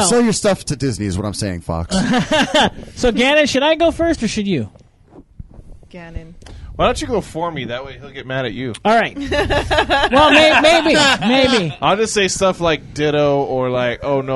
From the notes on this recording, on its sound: recorded live at Maui Comics & Collectibles